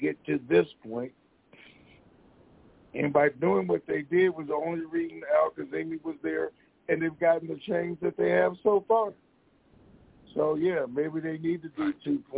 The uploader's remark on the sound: TNTSuperfantastic Conference Call